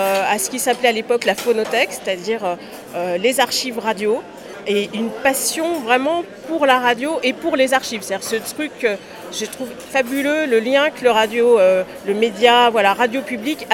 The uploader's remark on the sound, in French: cette Balado au festival Longueur d'Ondes à Brest